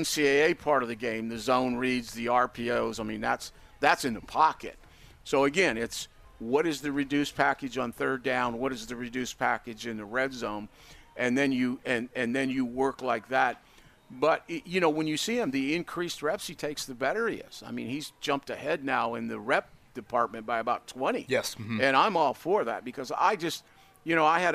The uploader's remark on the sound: joins us live at Colts camp!